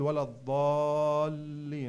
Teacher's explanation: لما بيكون حرف المد بوسط الكلمة وجاي بعد منه حرف مشدد يعني مثل ولا الضالين. لاحظ إنه في عنا الألف ممدودة وجاي ورا منها اللام مشددة · Term: أطول مد بالقرآن